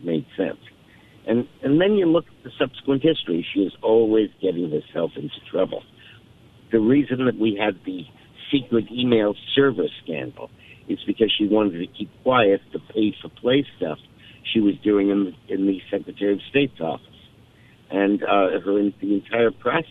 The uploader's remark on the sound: joins the show by phone.